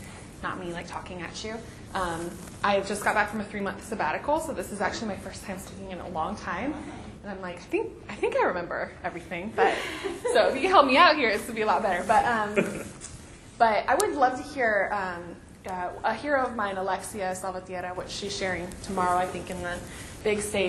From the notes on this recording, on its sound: This podcast was recorded at the 2014 VJN Conference: Kingdom Justice, Vineyard Values.